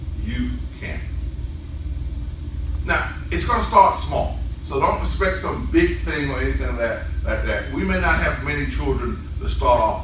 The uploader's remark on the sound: New Bethel returns in-person worship. Sermon recorded live.